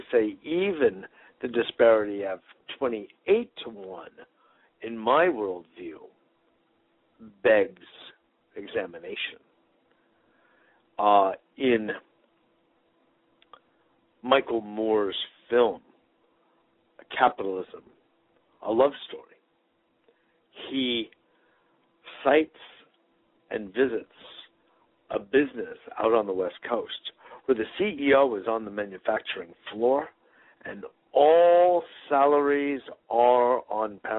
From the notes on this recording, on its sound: Today is a chance for listeners to call